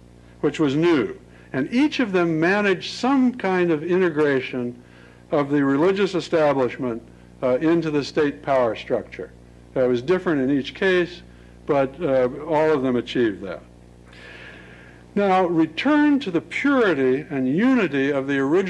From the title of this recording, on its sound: Lecture at Stanford